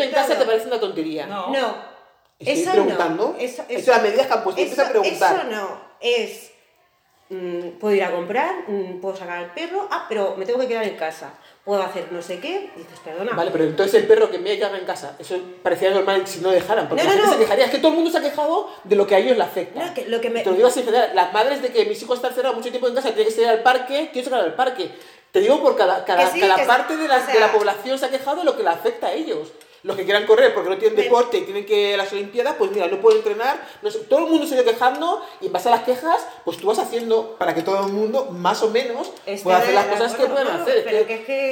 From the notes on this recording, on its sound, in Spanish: Este episodio se grabó en una "especie de nave", de ahí el sonido con un poco de eco. Lo hemos intentado mejor todo lo posible.